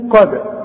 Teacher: قد الدالة اهي بنقلقلها علشان الشرط بتاعها السكون